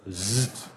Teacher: Stimmhaft das S. Gibt es im Bayerischen überhaupt nicht.